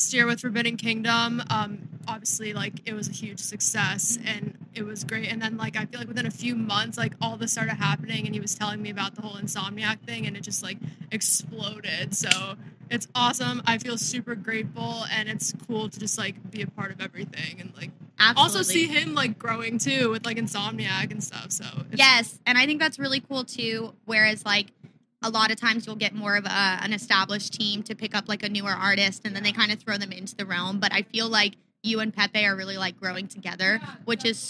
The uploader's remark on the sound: This was filmed on site at Insomniac Event's festival Forbidden Kingdom.